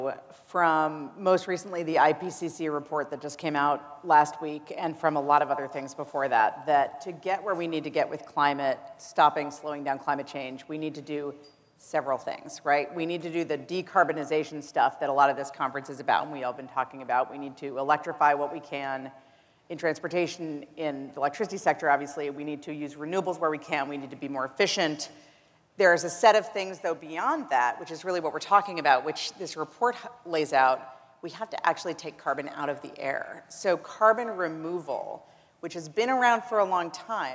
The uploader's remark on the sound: The best of live interviews from GreenBiz events.